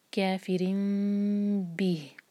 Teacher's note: یہ جو ورڈ ہے کافرین بھی، یہ ایکچولی پہلے تھا یہ کافرین تھا، لیکن تنوین کے بعد کیونکہ با آ رہا ہے تو تنوین کا جو نون کا ساؤنڈ ہے وہ میم میں چینج ہوگا، تو یہ ہوگا اقلاب اور پھر با پڑھیں گے کافرین بھی.